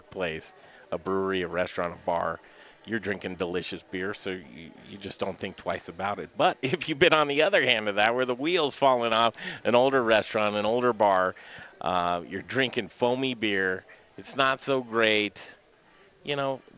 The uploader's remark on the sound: The Modern Eaters returns to the Potato Festival in Monte Vista Colorado with the Colorado Potato Administrative Committee! Rain Brews hosts us for a live show, and this place is cool! It's a coffee shop, craft beer tap room, and restaurant in a historic and beautiful building in downtown Monte Vista!